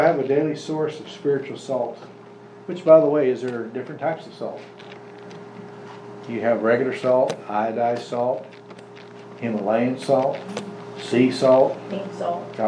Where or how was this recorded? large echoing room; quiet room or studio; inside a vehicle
large echoing room